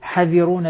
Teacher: نعم نقول حذرون بالقصر يعني عدم وجود حرف المد، نحذف حرف المد